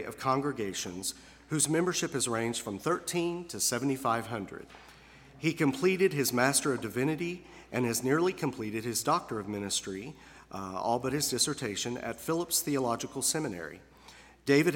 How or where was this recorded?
large echoing room